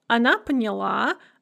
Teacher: the stress shifts onto the ending in the feminine singular, which is pretty common for shorter verbs. · Term: shifting stress pattern